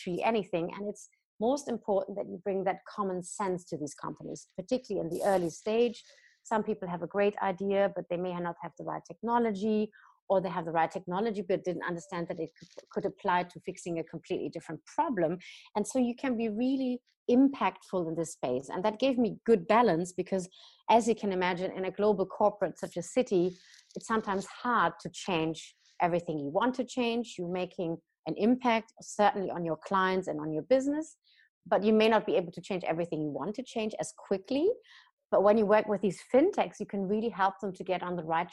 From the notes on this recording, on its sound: joined over Zoom